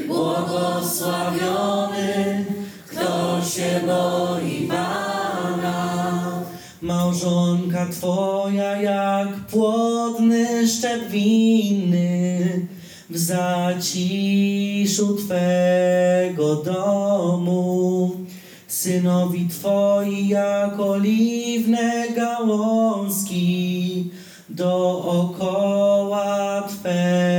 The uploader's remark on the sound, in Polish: nagranej podczas spotkania Koinonii w Bojanie